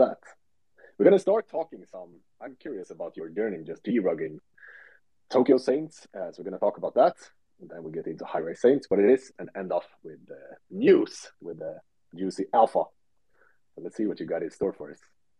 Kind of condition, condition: link, video call